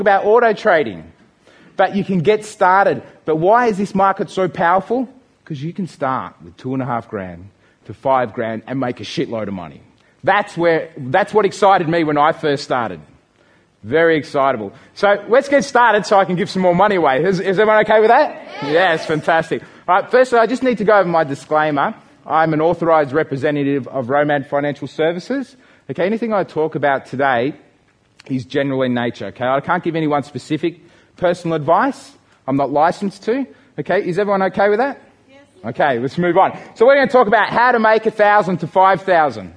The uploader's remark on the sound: This audiobook is a live seminar recording from a series of events run by the owners of Think Grow Rich in Australia. This audiobook is a live seminar recording from a series of events run by the owners of Think Grow Rich in Australia.